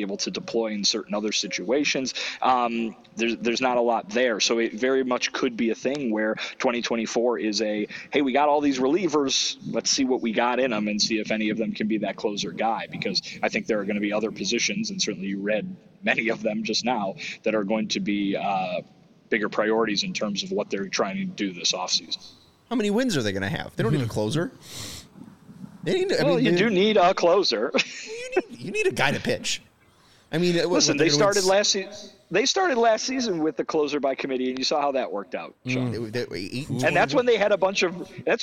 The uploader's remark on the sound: LIVE from the GM Meetings in Scottsdale, Arizona.